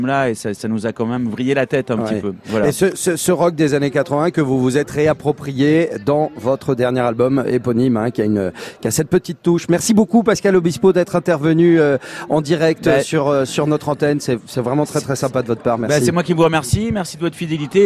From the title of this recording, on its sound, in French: La fête de la Musique en direct de Nice